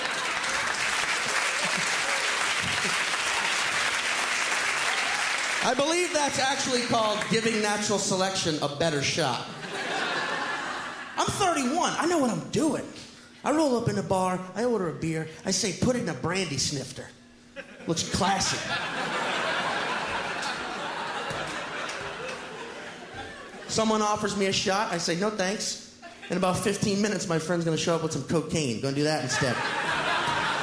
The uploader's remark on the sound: stand up from the Just For Laughs Festival in 2010